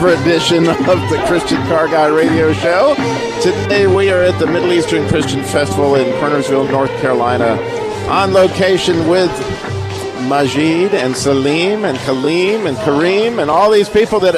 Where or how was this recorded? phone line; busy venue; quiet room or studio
busy venue